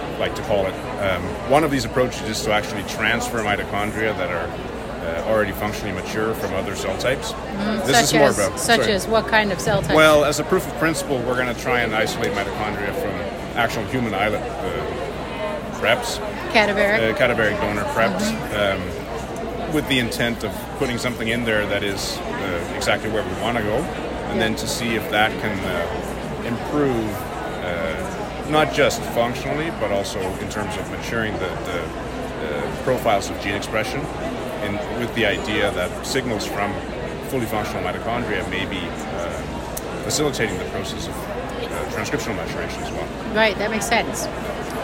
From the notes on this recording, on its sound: Recorded during Day 2 of Islet Study Group 2023.